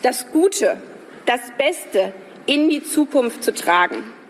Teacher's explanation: eines der hervorstechendsten Merkmale hier ist der noch weiter expandierte Tonhöhenumfang, der noch ausladendere Tonhöhenumfang, den wir hier haben.